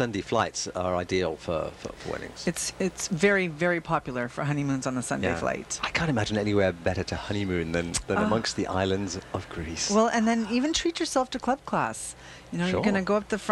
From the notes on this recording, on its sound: broadcasts live from the Pilaros Taste of the Danforth